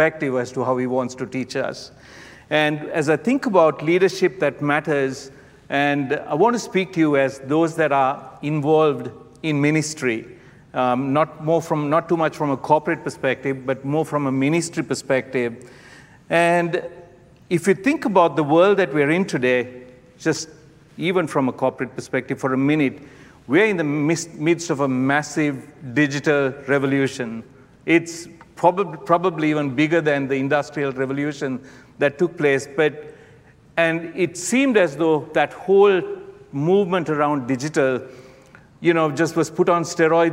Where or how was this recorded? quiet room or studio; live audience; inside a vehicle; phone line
live audience